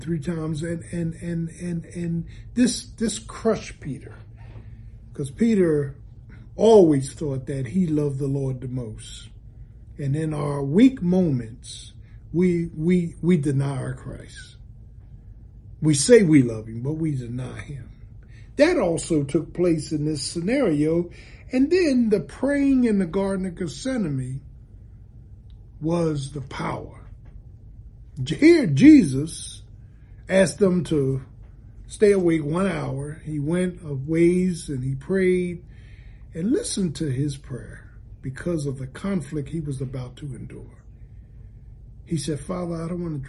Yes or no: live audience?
no